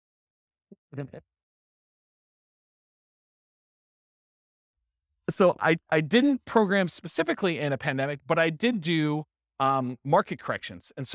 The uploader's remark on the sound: This was a live class recorded